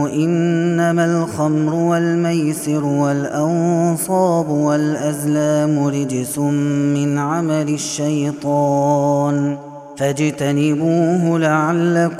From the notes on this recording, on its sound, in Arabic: هذا التسجيل من صلاة التراويح